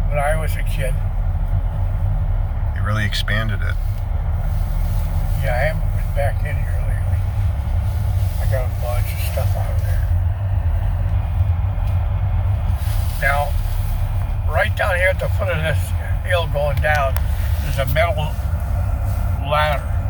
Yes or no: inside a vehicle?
yes